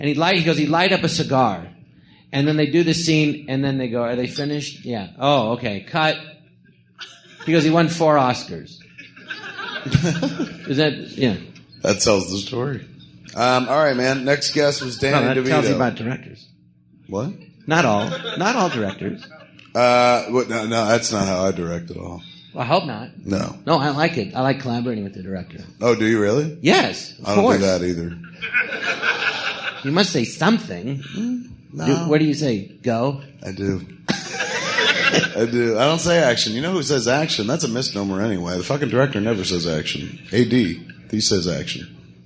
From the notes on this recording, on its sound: Recorded live at the Jon Lovitz Podcast Theatre.